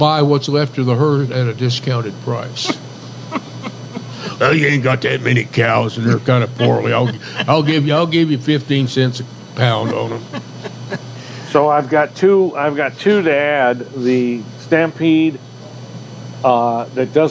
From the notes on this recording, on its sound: Our end-of-the-month show is Movie Saturday live at the White Stallion Ranch.